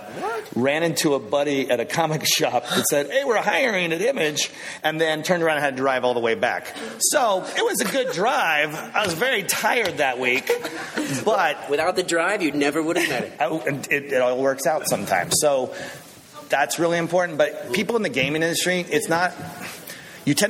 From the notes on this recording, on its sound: A lively panel discussion with a very engaged audience. Recorded at Phoenix Comic-Con.